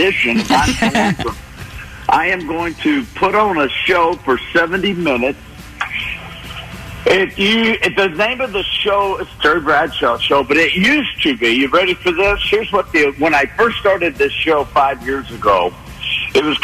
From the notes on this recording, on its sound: called into the big show